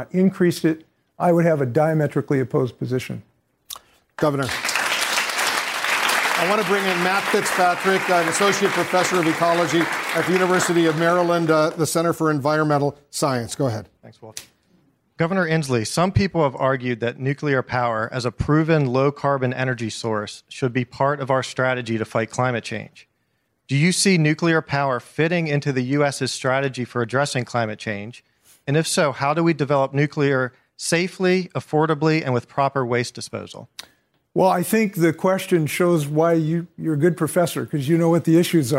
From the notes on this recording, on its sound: During a live town hall. In Washington, D.C.